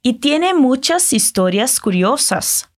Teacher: Ahora quiero que te fijes en el sonido de las letras S, así suave, sin vibrar.